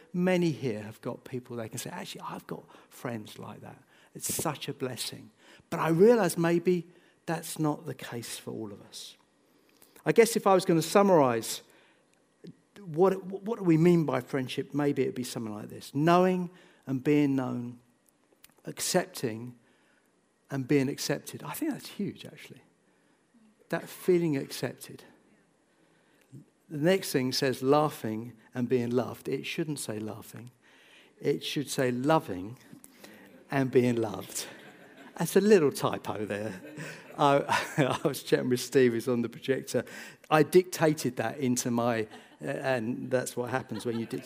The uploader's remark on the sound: This sermon was recorded on Sunday 28th January 2024 at our Putnoe venue.